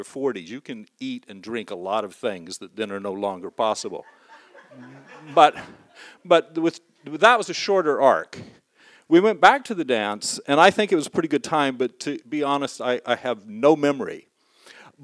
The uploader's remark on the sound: Recorded live in Wellfleet, Massachusetts at Preservation Hall on August 9, 2015.